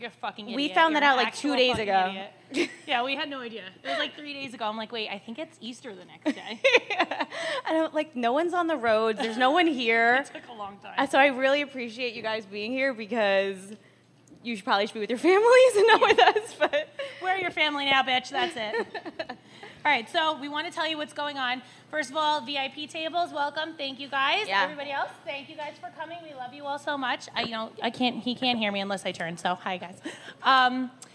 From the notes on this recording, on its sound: The girls recorded their first ever live show, where fans got to sit in and watch. Live fan interactions.